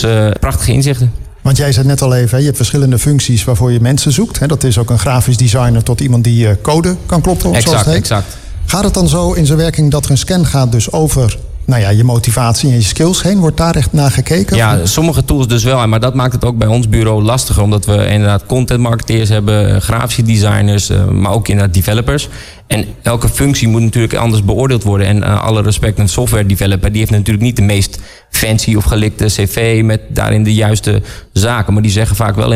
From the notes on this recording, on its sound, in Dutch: Een van de events op de Floriade Expo-terrein vond plaats op 17 mei: het Floriade Hub Café. Een live-radioprogramma vanuit de Green Innovation Hub in The Natural Pavilion met muziek en aansprekende gasten uit de wereld van tech en innovatie.